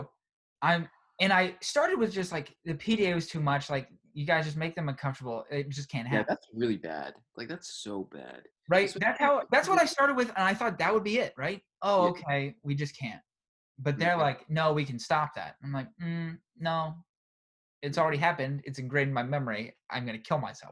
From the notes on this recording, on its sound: First college zoom podcast!